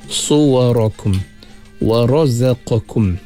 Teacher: pada مَخْرَجَ زَي tekankan sikit, ada sofir dia. وَرَزَقَ وَرَزَقَكُمْ، nak bedakan زَي dengan huruf ذَال.